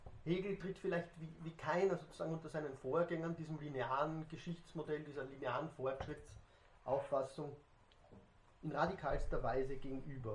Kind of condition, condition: setting, large echoing room